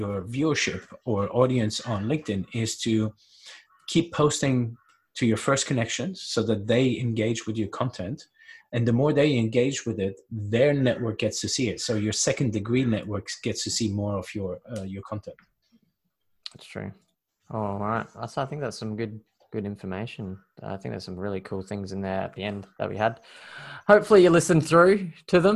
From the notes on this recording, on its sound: we basically got together on Zoom and recording a quick session